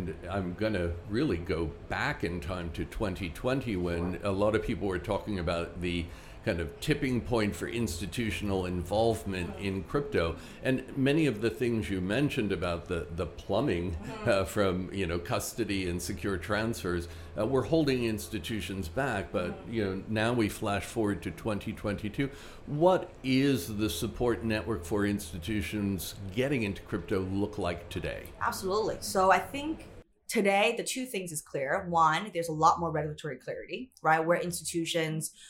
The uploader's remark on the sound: LIVE from Hong Kong FinTech Week and Singapore FinTech Festival.